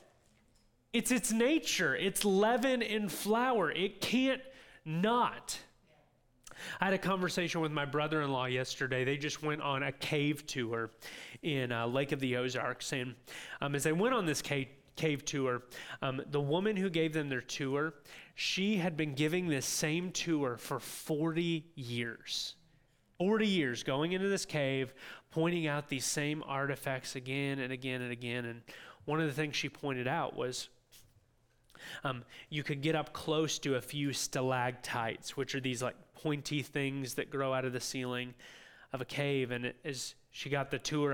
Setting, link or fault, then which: setting, large echoing room